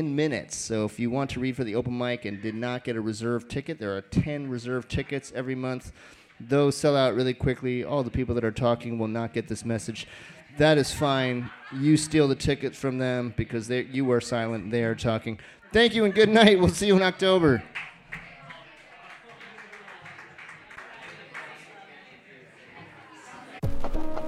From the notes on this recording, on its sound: Brooklyn Poets Yawp open mic